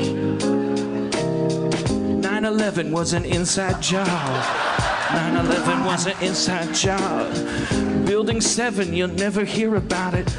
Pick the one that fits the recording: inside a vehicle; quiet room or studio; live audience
live audience